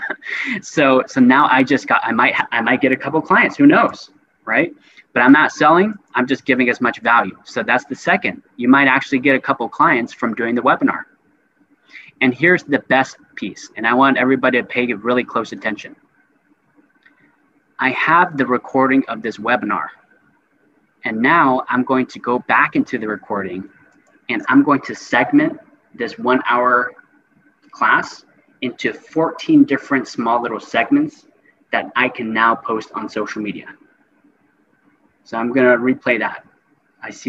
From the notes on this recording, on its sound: Today's episode is a recording of my monthly Master Class + Live Q&A consulting session. At the end of the session, we go into Zoom breakout rooms to network and share our biggest takeaways.